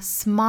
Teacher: smile 这个词尾部的舌侧音充当后面元音的一个首音了，变成了 lightL